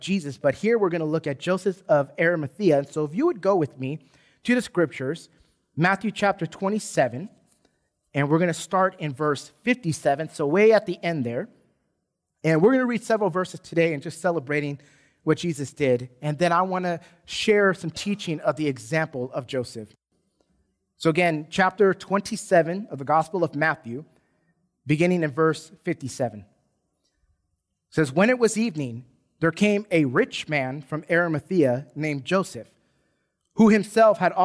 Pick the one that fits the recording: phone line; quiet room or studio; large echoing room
large echoing room